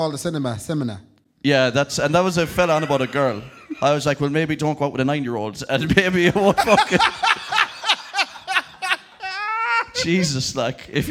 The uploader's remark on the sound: live at Anderson’s